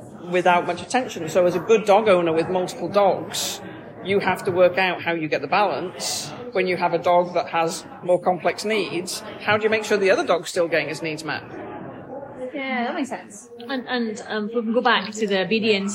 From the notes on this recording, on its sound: this episode is recorded in Starbucks so may have more background noise than a usual podcast